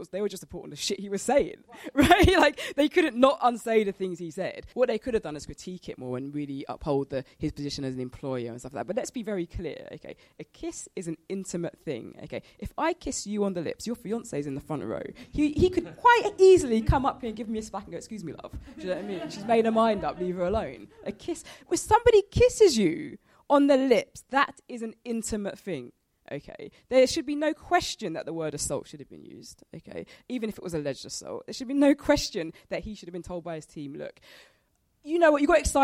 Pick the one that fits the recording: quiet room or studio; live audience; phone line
live audience